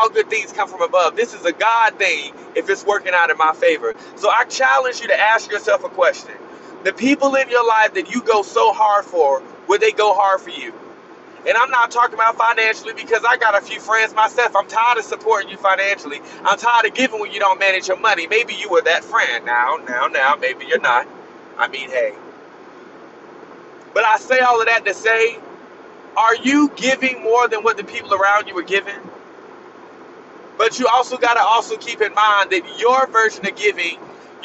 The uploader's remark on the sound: Driving home from work I needed to hop in the mic.